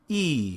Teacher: Now this is a front vowel. It's also the most closed of the front vowels. It's the one right at the top of the chart on the left-hand side.